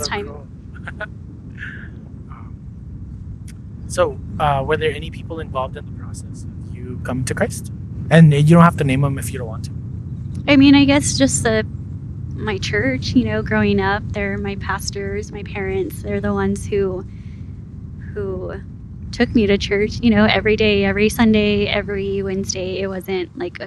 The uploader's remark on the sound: Some of the episode was recording under heavy wind